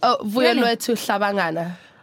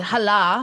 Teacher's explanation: So people say hala, but actually the H and the L are like one sound · Shown in: first take